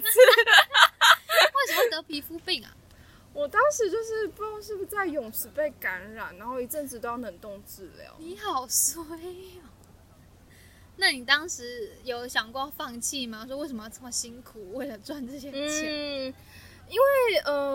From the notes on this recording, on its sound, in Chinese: 不得已在戶外錄音，聲音品質請大家包涵ＱＱ